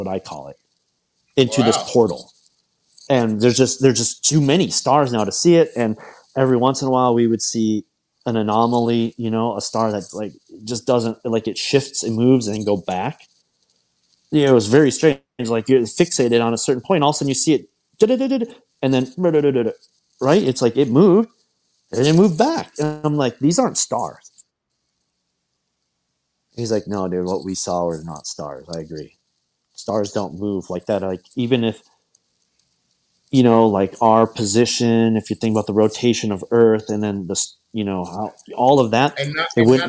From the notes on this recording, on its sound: Audio has a weird background noise but we decided to push through anyway.